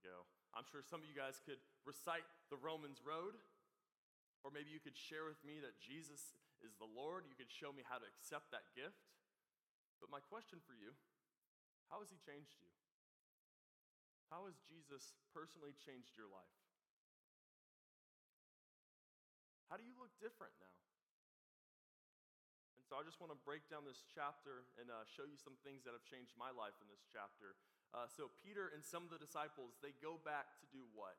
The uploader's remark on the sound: This is the recording of our event "24"!